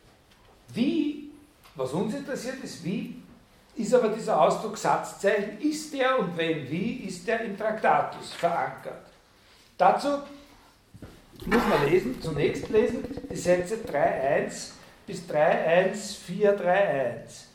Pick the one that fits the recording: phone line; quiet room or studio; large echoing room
large echoing room